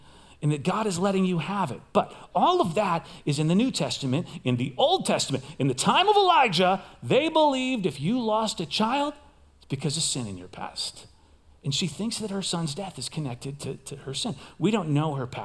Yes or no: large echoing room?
yes